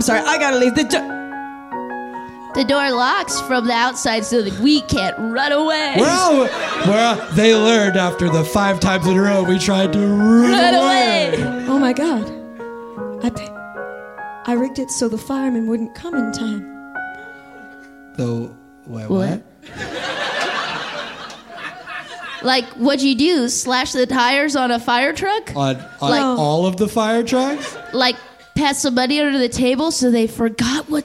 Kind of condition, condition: setting, live audience